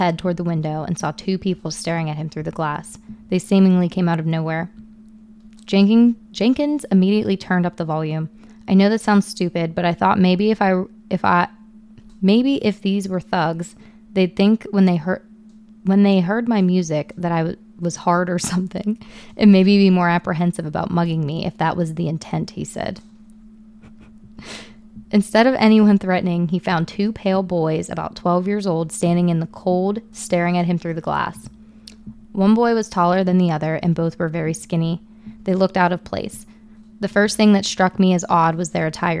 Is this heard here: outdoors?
no